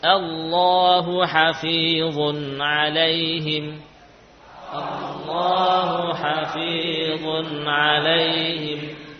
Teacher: Jadi yang tebal apanya? Lamnya al sekaligus alifnya Allahu.